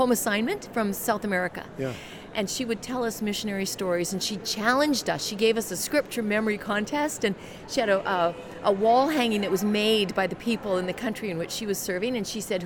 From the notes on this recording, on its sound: LIVE from CPE 2022!